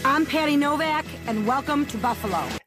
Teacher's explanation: there's a flattening of the vowels that really happens when you say Patty Novak